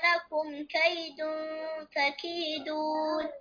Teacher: فإن كان لكم الإخفاء. كيد نون ساكنة وبعدها الكاف، والكاف من حروف الإخفاء الحقيقي